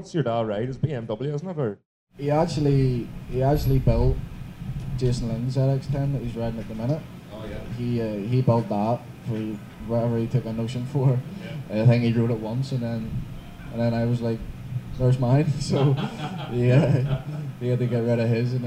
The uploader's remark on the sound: At a very windy Bishopscourt. Excuse the sound quality.